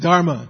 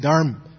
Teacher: in Hindi, quite often they drop that last A. · Shown in: second take